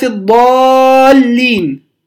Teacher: اللام بعد حرف المد مشددة · Term: مدا لازما كلميا